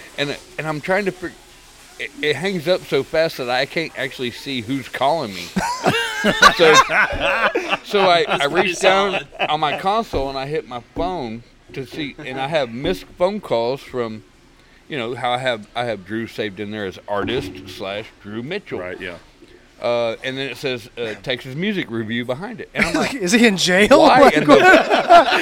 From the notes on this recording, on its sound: Episode recorded at the Pacific Yard House in Downtown Conroe! Episode recorded at the Pacific Yard House in Downtown Conroe!